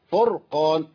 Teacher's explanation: والفرقان الرأس ساكنة برضو يبقى ما تتحركش ما قلتش الفرق هي الفرقان وخد بالك برضو ما جبتهاش واو الفرقان فوق ما تنفعش خالص لازم أبين الراء فرقان وما كررهاش مش الفرقان ما تنفعش.